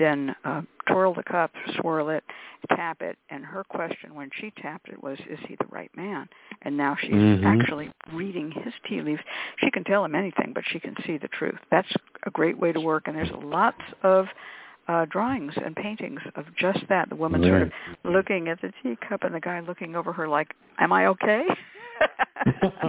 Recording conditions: phone line